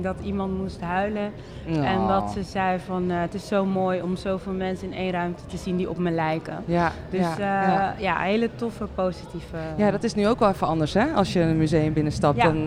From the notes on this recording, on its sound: This time we’re streaming live from the exhibition “Street Dreams”.